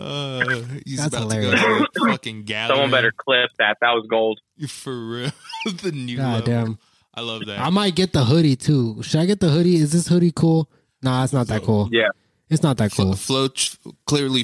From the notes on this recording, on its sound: Live on the Clubhouse app. Calls in to answer the QotD.